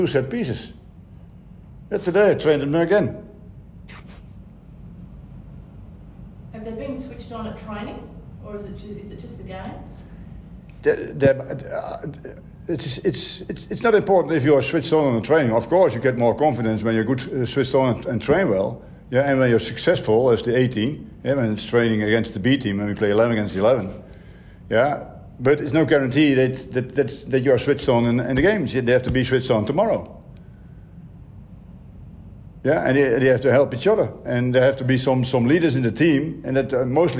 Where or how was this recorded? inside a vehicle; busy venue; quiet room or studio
busy venue